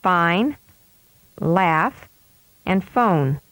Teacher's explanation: The cutting edge of the upper teeth make light contact with the inside edge of the lower lip. Air is continuously released between the teeth and the lower lip, making a hissing sound. If you bite down or press too hard on your lower lip, the air will be obstructed, as in a stop. · Term: F sound